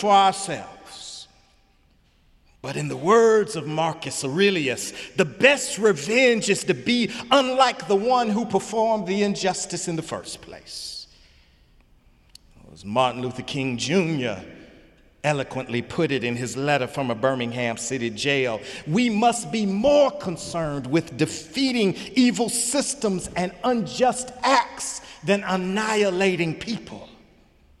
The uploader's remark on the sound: Sunday sermon May 6, 2018 in the Memorial Church of Harvard University